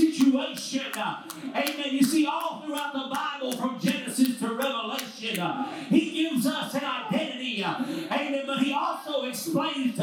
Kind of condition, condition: setting, large echoing room